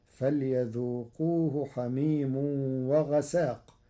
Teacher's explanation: قرأ ورش كلمة وغساق بتخفيف السين، فتصير فليذوقوه حميم وغساق على أنه اسم لا صفة، لأن فعال مخفف في الأسماء كالعذاب.